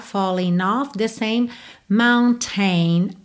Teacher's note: falling off, você pode ligar no N